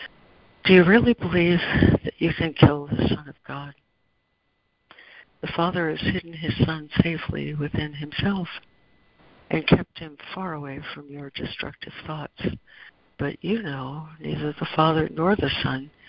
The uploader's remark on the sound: ACIM Daily Conference Call